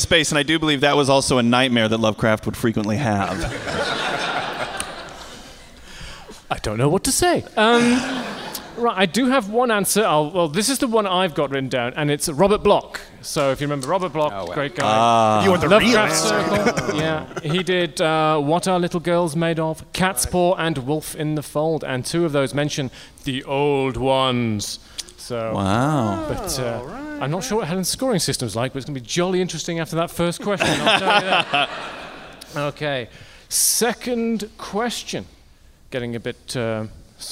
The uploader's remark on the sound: LIVE from the Biltmore Hotel in Providence, RI on August 22, 2015!